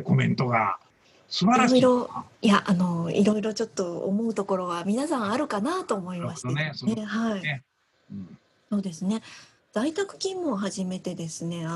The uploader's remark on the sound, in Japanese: 今回は、なんと初のZOOM収録を4月21日に行いました。